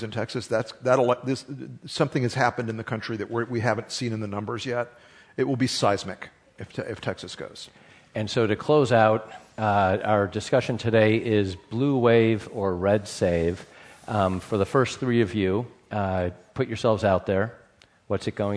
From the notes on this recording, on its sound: Live from Harvard's Kennedy School. This is a special live edition of Political Wire Conversations. I hosted an outstanding live event and discussion at Harvard’s Kennedy School.